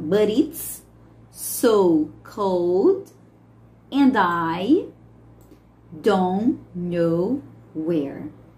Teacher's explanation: But it's, então esse T do but, ele muda, ele tem essa variação para o som do R quando a gente unir com uma palavrinha que começa com som de vogal